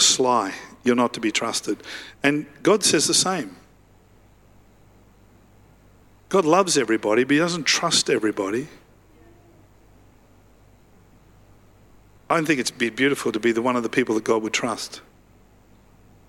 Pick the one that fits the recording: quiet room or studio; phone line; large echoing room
large echoing room